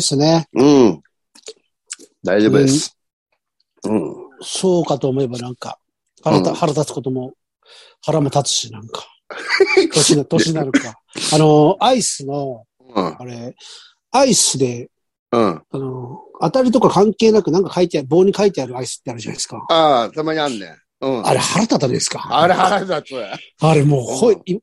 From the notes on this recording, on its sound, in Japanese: ZOOMで収録。